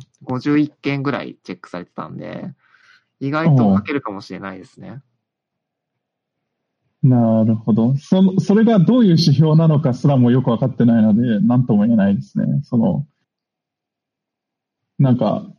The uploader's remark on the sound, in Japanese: Discord上での収録です。